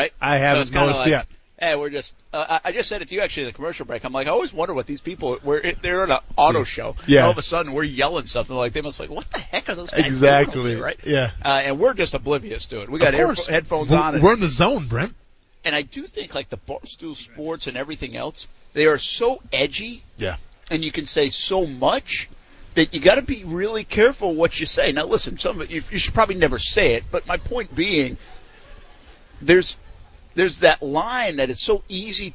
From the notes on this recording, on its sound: LIVE from the Live at The Jacksonville International Auto Show